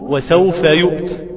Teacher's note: أقف عليها بتاء مهموسة